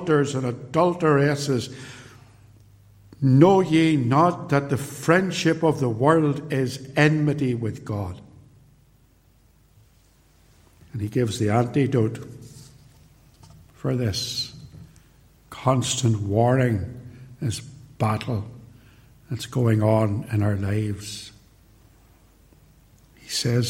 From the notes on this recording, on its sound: recorded at Templepatrick